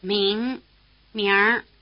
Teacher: notice that the NG sound drops out when the R is added, but leaves a nasal quality in the vowel. 明明 Listen once more and notice that the vowel sound e sneaks in when the R is added. · Term: R ending